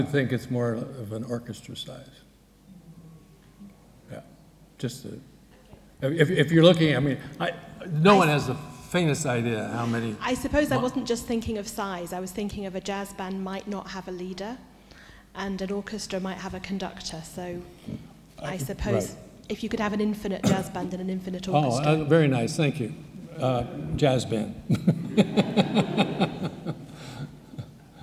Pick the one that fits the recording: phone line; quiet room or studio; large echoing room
large echoing room